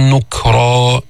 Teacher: جيب الشدة في الكاف بعدين الهمس